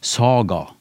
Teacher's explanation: På norsk så vil jo jeg si saga, med to ganske like a-er.